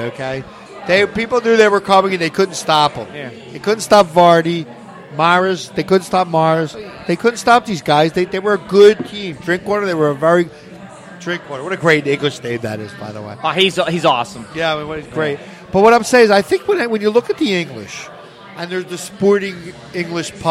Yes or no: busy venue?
yes